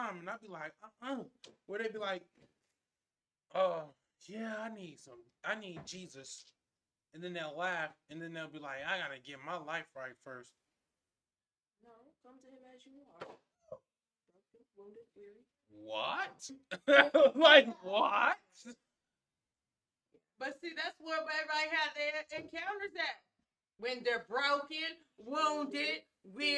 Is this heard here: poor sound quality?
yes